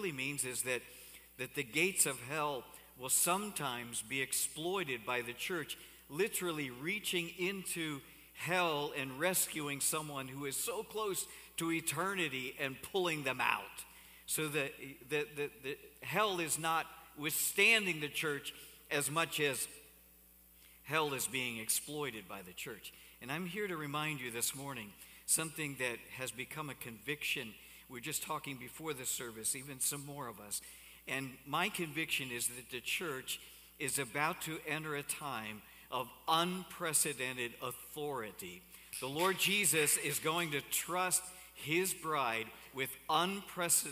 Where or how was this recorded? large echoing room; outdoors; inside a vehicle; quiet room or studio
large echoing room